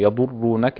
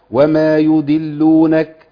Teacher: ابقاء صفة التفخيم مع الضاد مهمة جدا عشان ما تجيش دال · Shown in: first take · ما نقولش يضروك يضرونك.